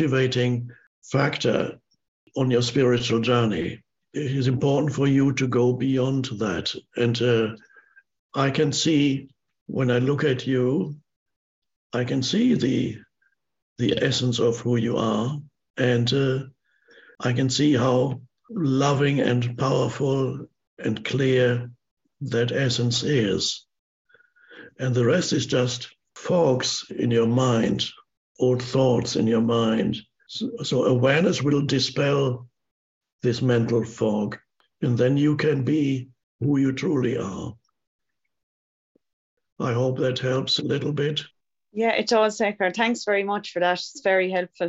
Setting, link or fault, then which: link, video call